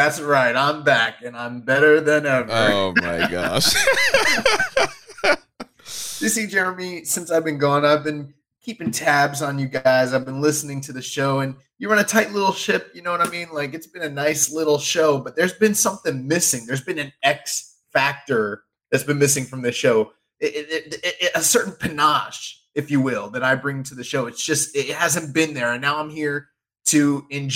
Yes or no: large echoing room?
no